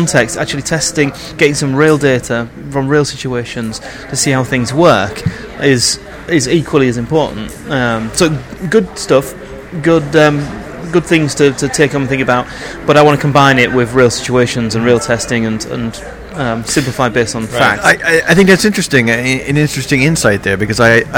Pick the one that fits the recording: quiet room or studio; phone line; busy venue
busy venue